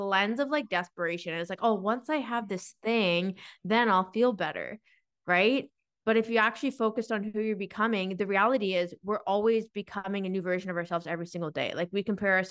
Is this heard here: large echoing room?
no